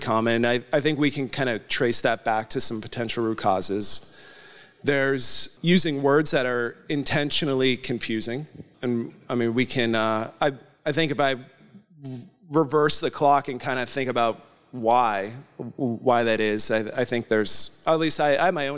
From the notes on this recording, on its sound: Took to the stage at the Northeast Collegiate Cyber Defense Competition (NECCDC), hosted at Champlain College, where they presented an episode of PWNED in front of a live audience.